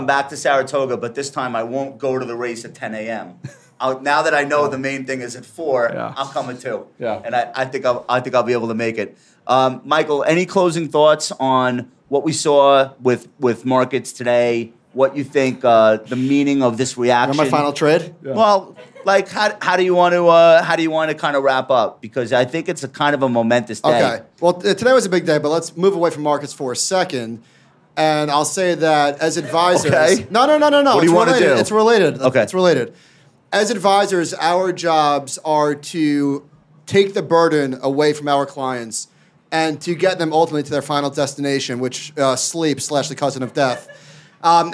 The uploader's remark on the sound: This episode was recorded in front of a live audience at Future Proof.